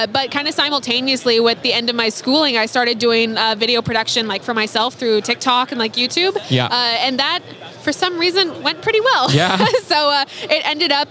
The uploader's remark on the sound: Live at SCA